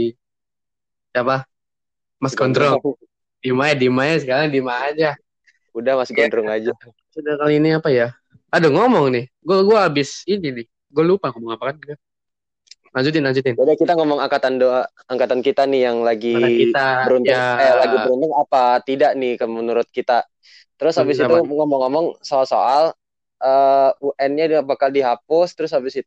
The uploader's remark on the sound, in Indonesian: Untuk audio saya minta maaf karena ada gangguan dari internet juga.